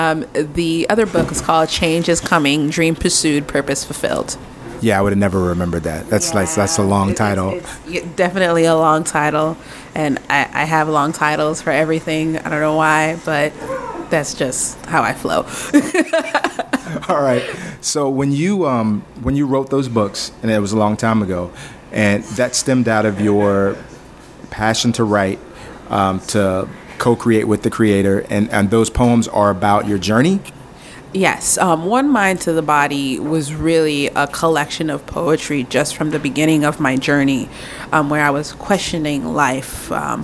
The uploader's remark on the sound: Live on location at Harold's Coffee.